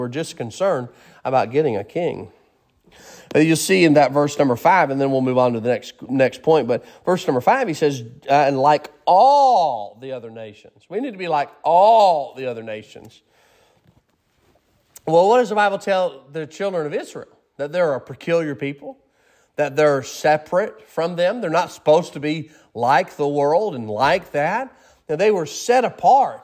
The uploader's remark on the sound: Sermon preached at Mid County Baptist Church